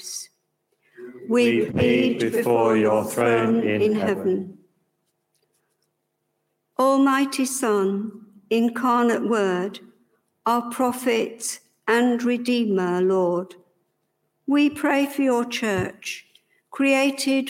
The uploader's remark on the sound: A Service for the Seventh Sunday After Trinity comes from St Peter's East Blatchington in the Diocese of Chichester.